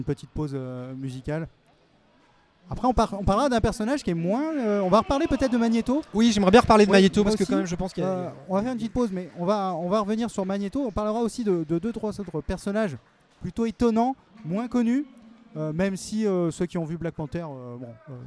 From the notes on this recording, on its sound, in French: Une première tranche du dernier festival de Génération Multivers , enregistrée pendant notre direct. Le festival génération Multivers, Direct radio #1. Une première tranche du dernier festival de Génération Multivers , enregistrée pendant notre direct. En compagnie des nombreux invités qui sont venus à notre table.